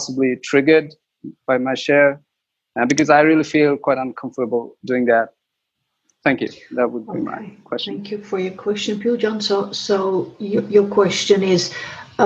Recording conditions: video call